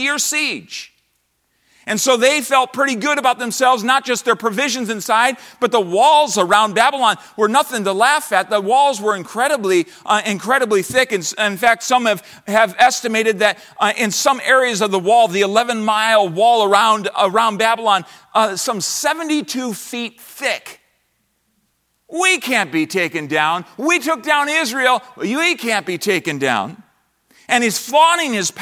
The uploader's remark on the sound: from the chapel platform of Baptist College of Ministry during the 2024 Spiritual Awakening Conference